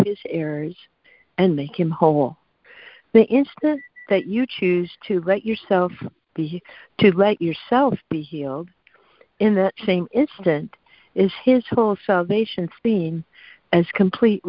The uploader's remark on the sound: ACIM Daily Conference Call.